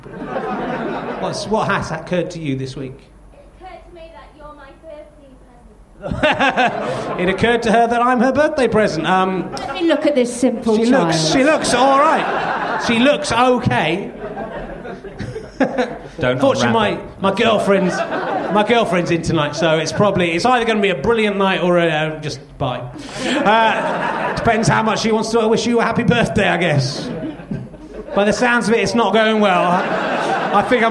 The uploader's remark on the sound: The audience are the filthiest and most depraved thus far